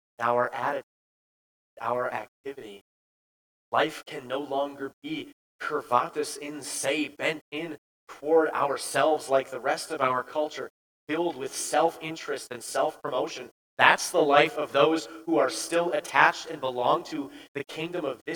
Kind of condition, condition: setting, large echoing room